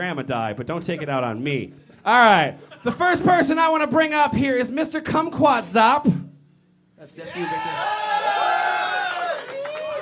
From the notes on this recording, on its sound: F Plus Live 2. In our second live show.